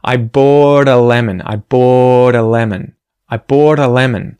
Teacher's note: that T is actually getting turned into a T flap, right? The r, r, it's kind of like an R sound, r, r, it's hard to do by itself.